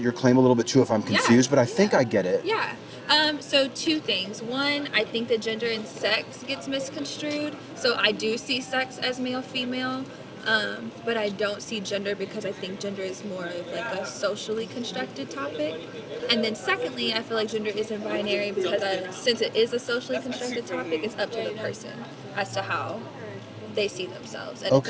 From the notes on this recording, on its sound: Location: San Antonio, Texas. Recorded w/Go-Pro.